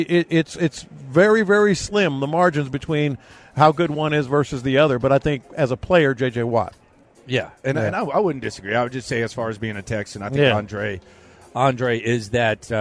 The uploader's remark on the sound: In The Loop LIVE In Vegas. Live from Radio Row.